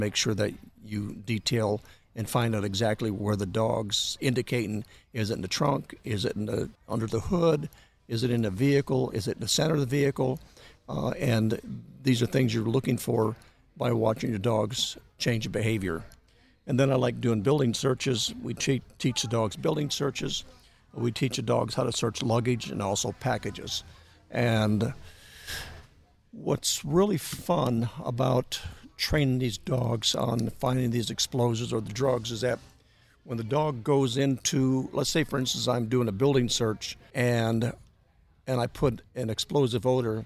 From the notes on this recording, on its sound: Recorded at Wheelers Western Outfitters